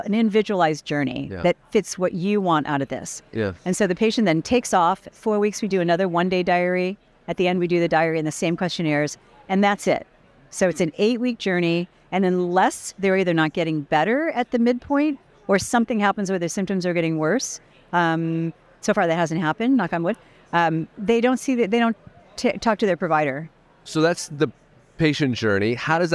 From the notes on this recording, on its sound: which was recorded at the ViVE 2023 conference in Nashville